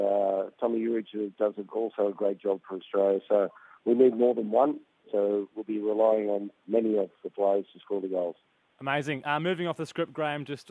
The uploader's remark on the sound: Joins us on the phone